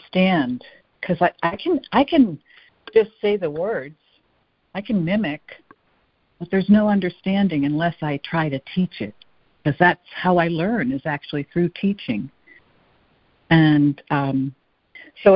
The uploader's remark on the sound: ACIM Daily Conference Call